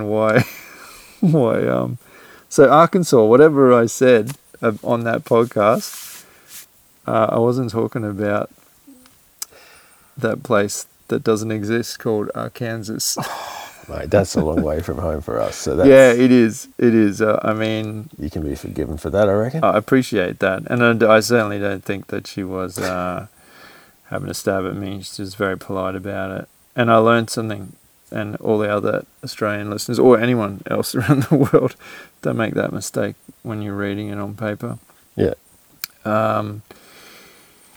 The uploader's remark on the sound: What better way to return from a 1 year hiatus than recording deep in a rainforest?